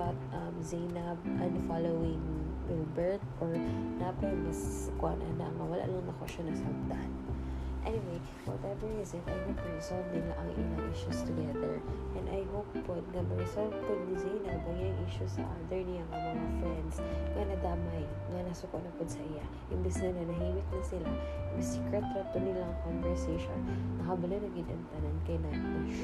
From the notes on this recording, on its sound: please excuse our aircon noise